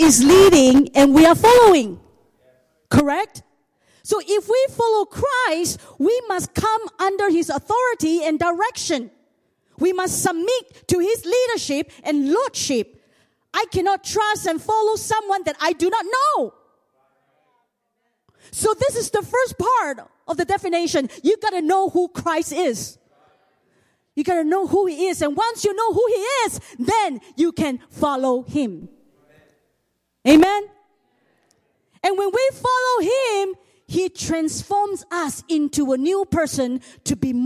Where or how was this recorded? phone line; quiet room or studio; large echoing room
large echoing room